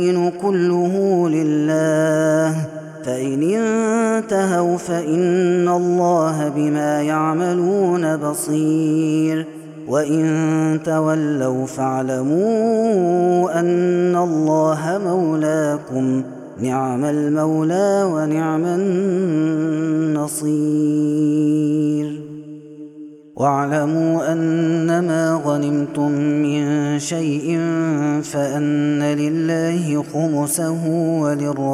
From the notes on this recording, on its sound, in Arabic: هذا التسجيل من صلاة التراويح